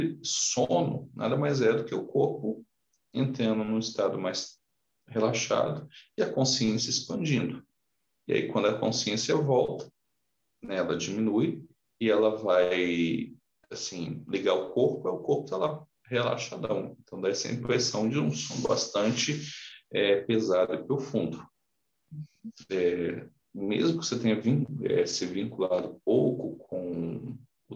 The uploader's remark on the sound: Online via Zoom. O estudo ao vivo é direcionado aos membros da Ponta de Lança.